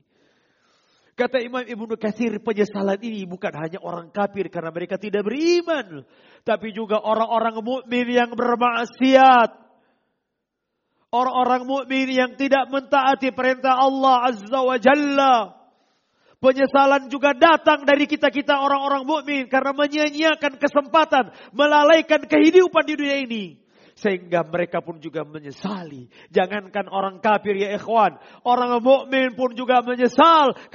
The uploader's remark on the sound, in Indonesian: Rekaman Audio Khutbah Jum'at